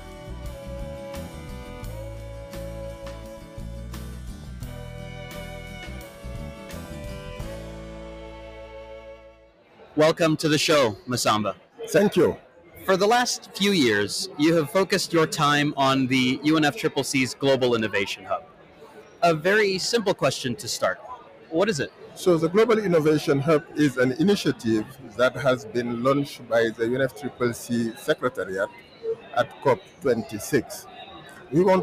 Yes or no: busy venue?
yes